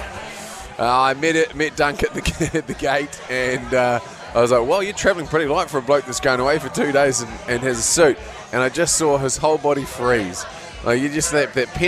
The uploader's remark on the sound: At a pub. From Last Place pub in Hamilton.